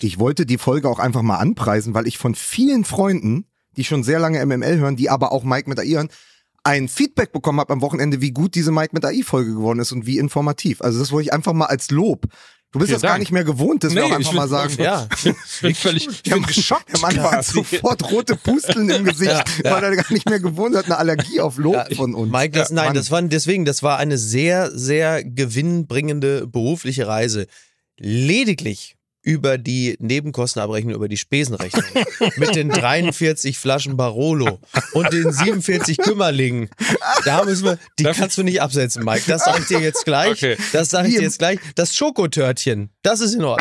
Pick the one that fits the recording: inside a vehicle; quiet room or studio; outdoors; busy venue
quiet room or studio